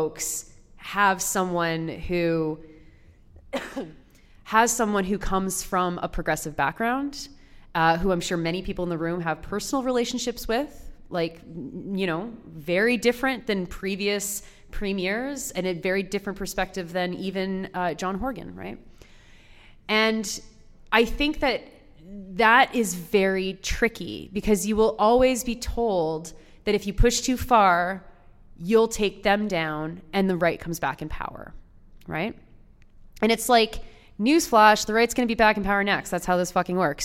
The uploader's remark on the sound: Live show recorded in Vancouver at the Maritime Labour Centre on November 29